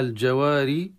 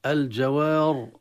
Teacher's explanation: الجواري ترقق الراء المكسورة، لكن لو وقفنا الجوار تفخم، فلا عبرة للحركة في هذه الحالة، لأنها تكون ساكنة وما قبلها ألف ثم قبلها فتح، والفتح من أسباب التفخيم.